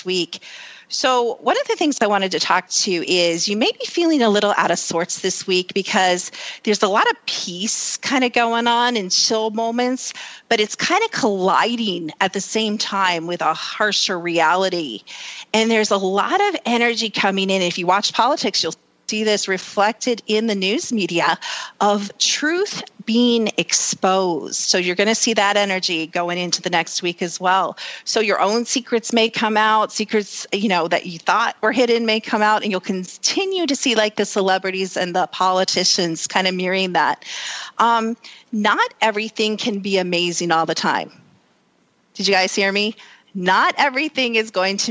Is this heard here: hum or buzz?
no